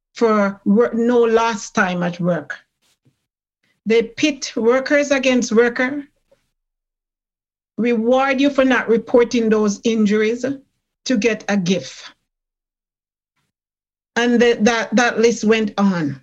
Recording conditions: video call